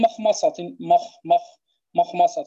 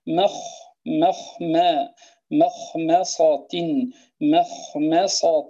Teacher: فإن الميم حرف مستفل ليس من حروف الاستعلاء، إذن هو حرف مرقق وليس مفخما · Shown in: second take